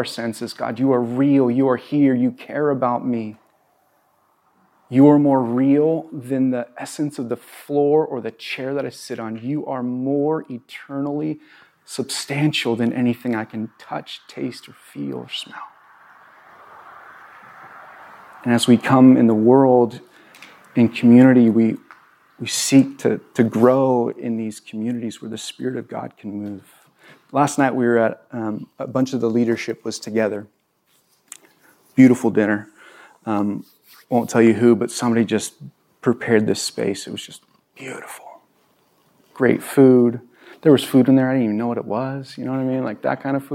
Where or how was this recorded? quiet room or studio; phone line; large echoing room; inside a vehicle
large echoing room